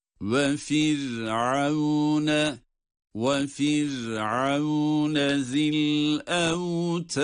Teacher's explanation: Firavun derken ra cezimli kendisinden önce esre olduğu için ince okunması gereken bir durumda. O zaman okuyuşumuz ve firavune ve firavune zil evtad zil evtad zil evtad dedik.